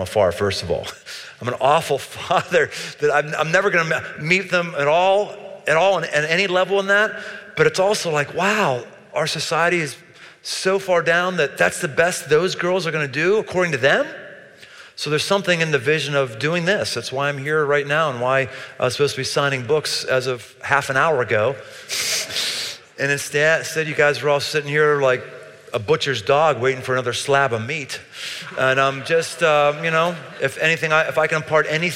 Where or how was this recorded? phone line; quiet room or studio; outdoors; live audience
live audience